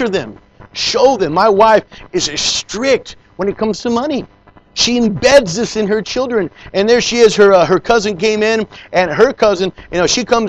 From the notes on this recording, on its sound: Preached in Leon Valley Church San Antonio,TX